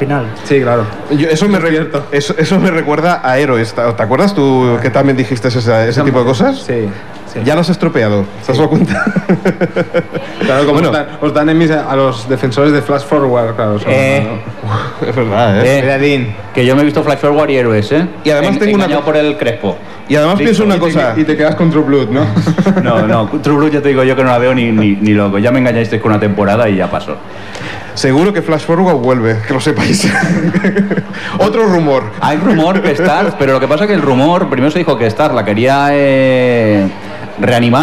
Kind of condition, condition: setting, outdoors